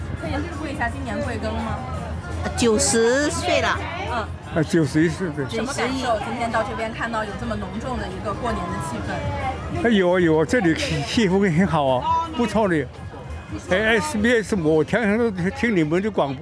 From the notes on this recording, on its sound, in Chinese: SBS普通话在现场请到多位华人。墨尔本博士山（Box Hill）举行农历龙年庆祝活动。活动现场热闹非凡，无论是舞龙舞狮、歌舞表演还是种类多样的摊位，都为当地社区带来浓厚年味。